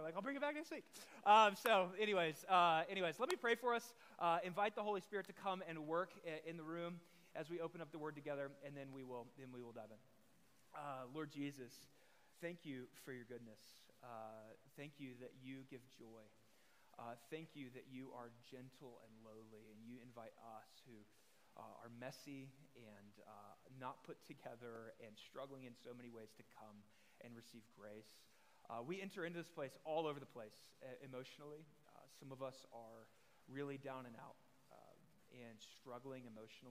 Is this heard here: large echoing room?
yes